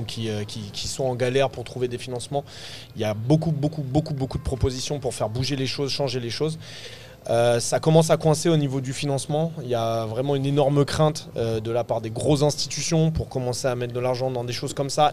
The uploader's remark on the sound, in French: À l'occasion de l'avant-première de Vermines à l'UGC Ciné Cité La Défense. Enregistré le mardi 26 décembre 2023 à l'UGC Ciné Cité La Défense.